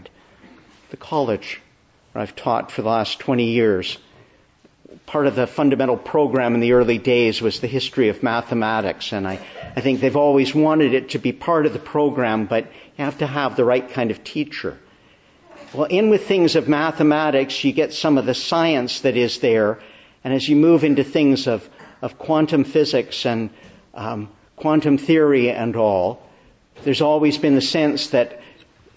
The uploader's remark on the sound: Preached in the Annunciation of the Blessed Virgin Mary, Ottawa